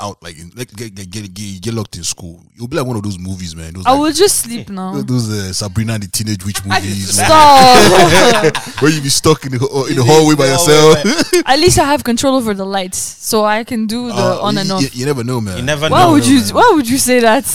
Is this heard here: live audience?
no